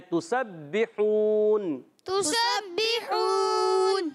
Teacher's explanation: با مشدد ہے ذرا رک کر جماؤ کے ساتھ پڑھنا ہے · ہا ادا ہوگا حلق کے درمیان والے حصے سے